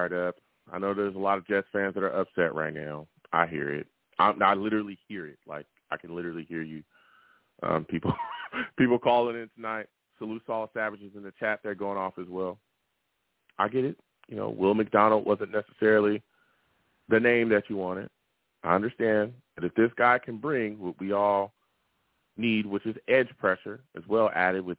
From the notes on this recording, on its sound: I also take live callers!